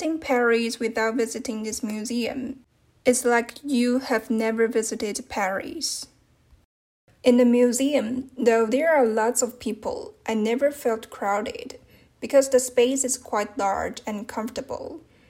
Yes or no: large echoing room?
no